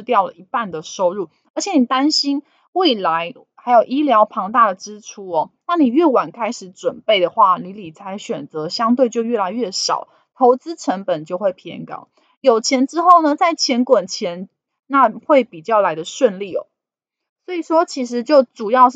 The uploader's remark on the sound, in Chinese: 本集有些許雜音，已亟力避免，如有察覺請多多包涵